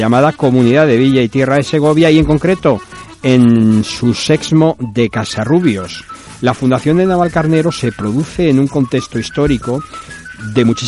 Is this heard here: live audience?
no